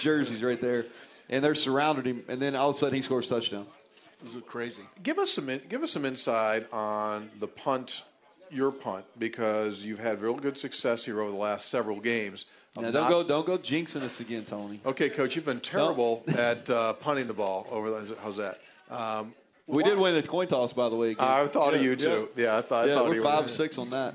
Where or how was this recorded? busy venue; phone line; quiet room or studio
busy venue